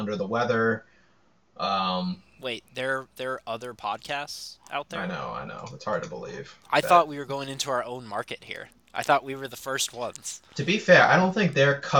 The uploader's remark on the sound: Apologies for any audio problems on today's podcast as there was a microphone issue during recording.